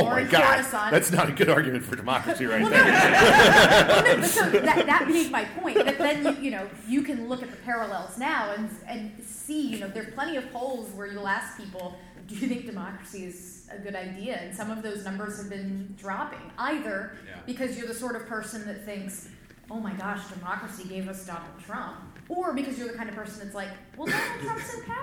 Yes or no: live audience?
yes